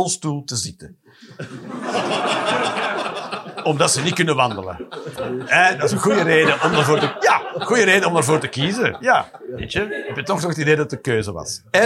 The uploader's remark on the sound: Live 20 December 2023, café The Joker, Antwerpen.